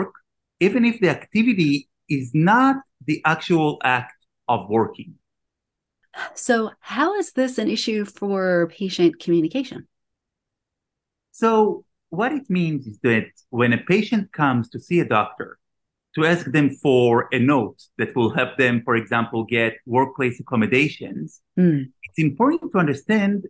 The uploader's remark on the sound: I’m live via Zoom